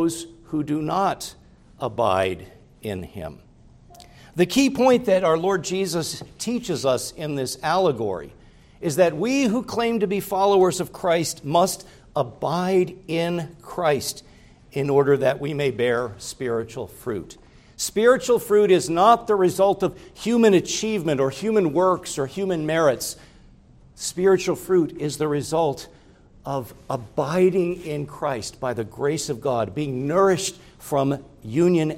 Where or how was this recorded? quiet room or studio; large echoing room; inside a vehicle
large echoing room